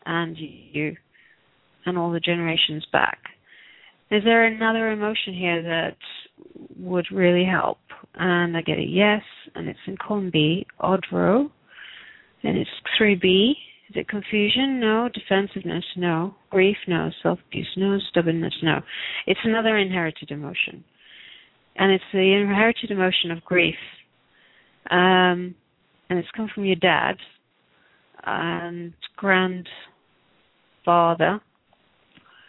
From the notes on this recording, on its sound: Takes your calls for healing live today!